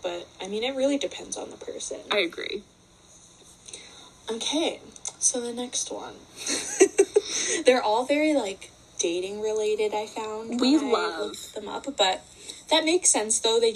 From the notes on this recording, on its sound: Please excuse the attempt at a long-distance episode today... If the audio was off, it wasn't me!